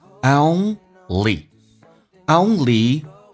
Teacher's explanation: O 这个发音要饱满，先发 A 再发 U